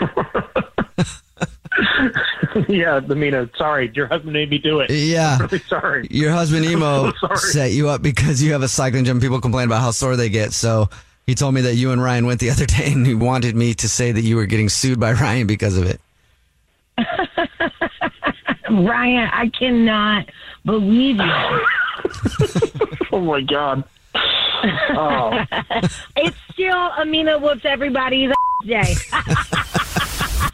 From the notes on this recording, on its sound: Phone prank style.